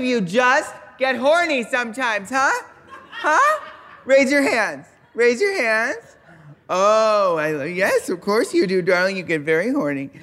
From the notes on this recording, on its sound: This week's episode was recorded live at the Now Hear This podcast festival.